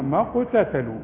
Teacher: القاف لازم تقلقلوها ما دام على السكون